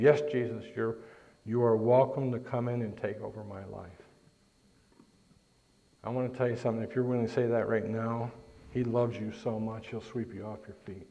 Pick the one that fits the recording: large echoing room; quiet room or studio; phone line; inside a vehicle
large echoing room